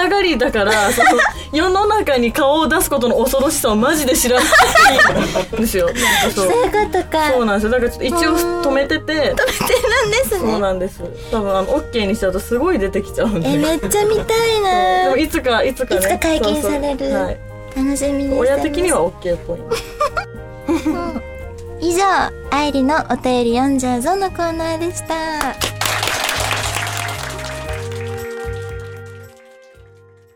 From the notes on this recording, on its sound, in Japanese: 公開収録、午後の部は声チャレに挑戦です。